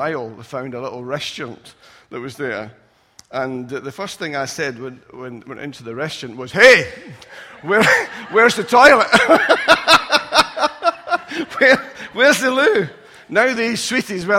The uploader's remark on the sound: Recorded at freedomcentre church, Preston on Sunday 3rd September 2017